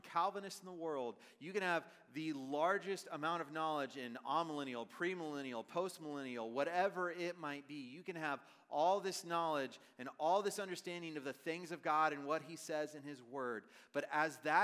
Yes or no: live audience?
yes